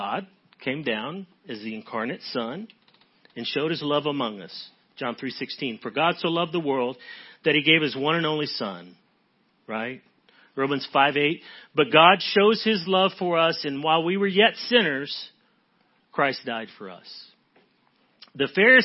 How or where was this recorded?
large echoing room